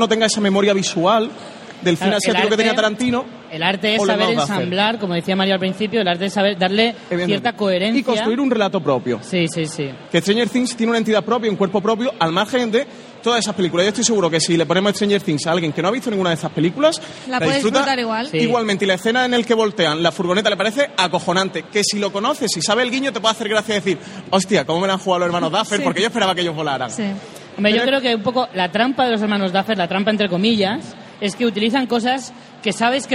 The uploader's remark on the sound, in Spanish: En directo desde VGCómic